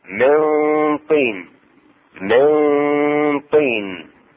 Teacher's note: إخفاء النون الساكنة عند الطاء